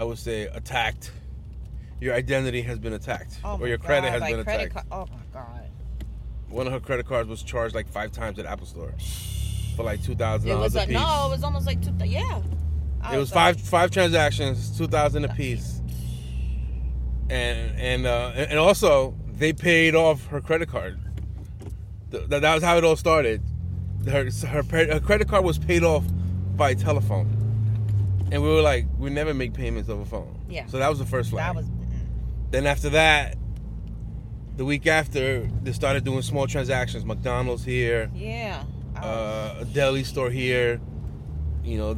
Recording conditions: inside a vehicle